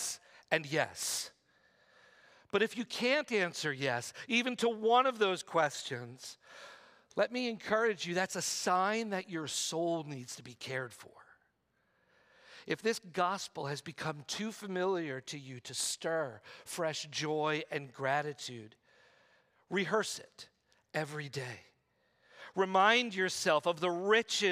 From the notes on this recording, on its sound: preached this sermon at Covenant Fellowship Church on July 16, 2023.